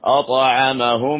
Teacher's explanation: الغنة وتخرج من الخيشوم